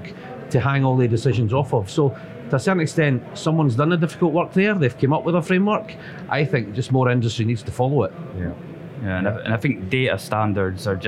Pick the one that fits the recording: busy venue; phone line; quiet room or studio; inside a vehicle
busy venue